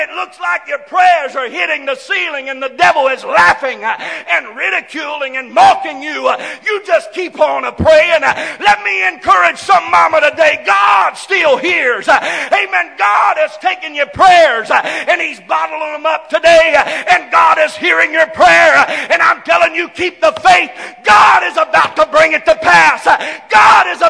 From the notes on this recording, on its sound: This message is broadcast live from First Pentecostal Church of Silsbee Texas.